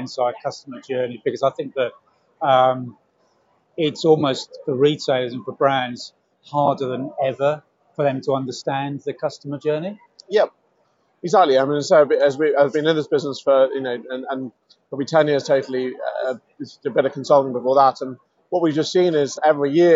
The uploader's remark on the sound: at the Internet Retailing Conference